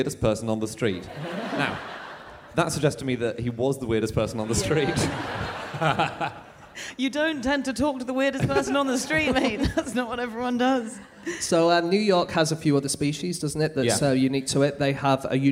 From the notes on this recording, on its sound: Live from Melbourne